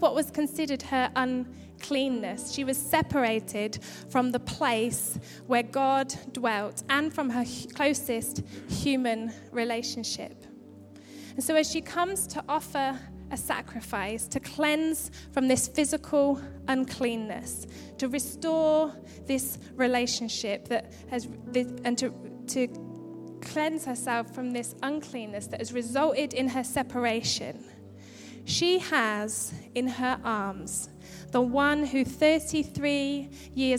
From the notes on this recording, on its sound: Record live at Life Church on Sunday 27th December 2015.